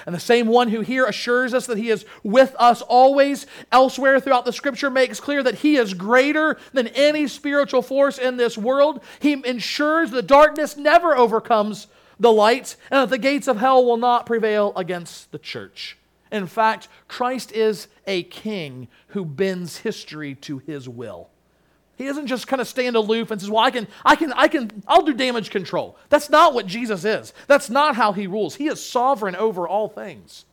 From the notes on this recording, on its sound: Sermon Audio from Crossway Christian Church